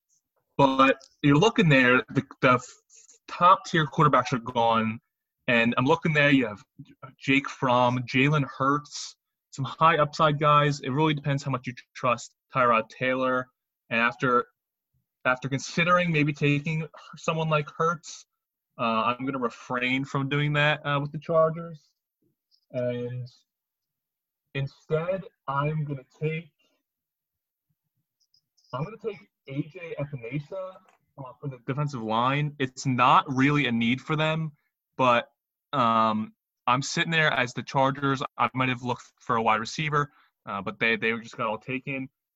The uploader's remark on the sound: This was recorded using Zoom, hence why audio quality is not great and occasionally cuts in and out.